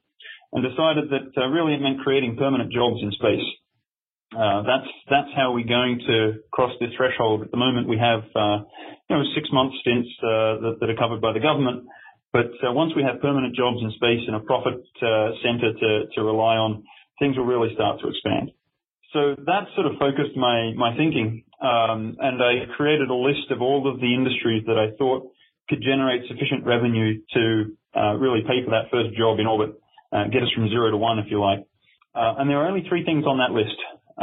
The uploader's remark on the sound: weekly teleconference